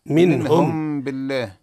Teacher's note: ميم ساكنة بعد حرف بعد حرف الباء حكمها الإخفاء بغنة